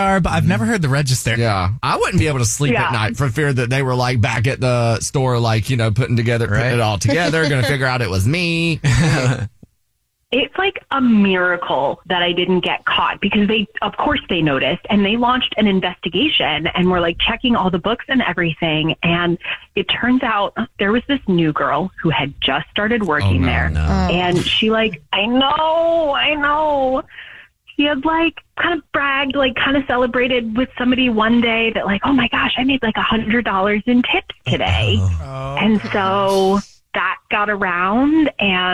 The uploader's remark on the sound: Somebody is on the phone